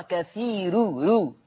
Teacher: قرأ ورش بترقيق الراء وصلا في لفظ كثير، لأن الراء مضمومة مسبوقة بياء فيقرأ كثير رو.